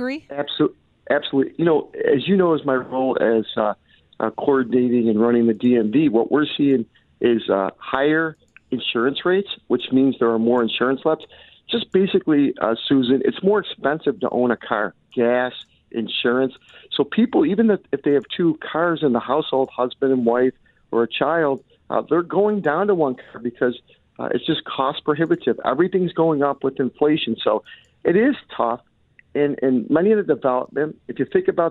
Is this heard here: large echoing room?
no